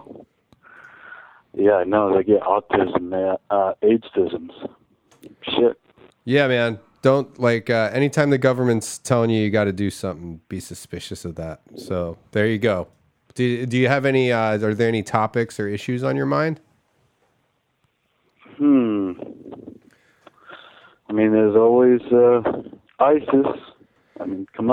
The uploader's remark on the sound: CALL IN SPECIAL